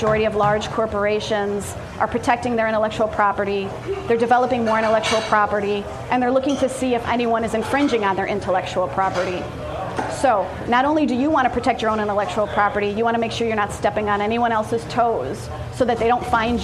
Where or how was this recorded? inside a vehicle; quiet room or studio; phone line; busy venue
busy venue